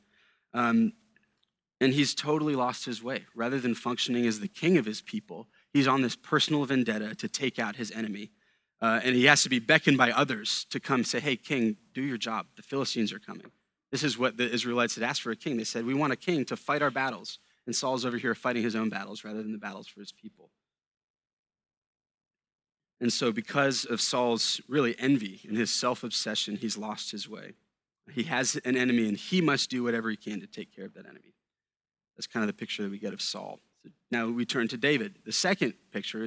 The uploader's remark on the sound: A sermon preached at Sojourn Galleria Church on Sunday, January 21, 2018.